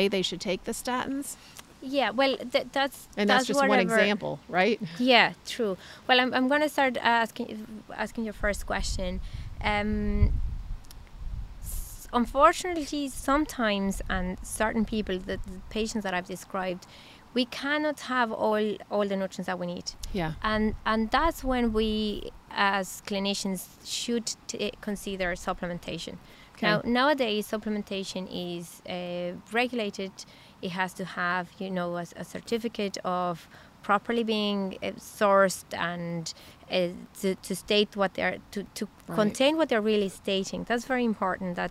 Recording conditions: busy venue